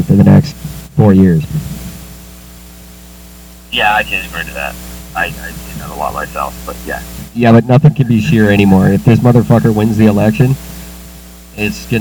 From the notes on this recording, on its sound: Technical difficulties get the best of them again.